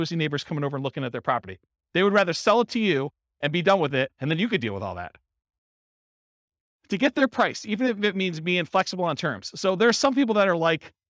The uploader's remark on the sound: Real estate entrepreneurs in Sunnyvale, California. This was a live class recorded.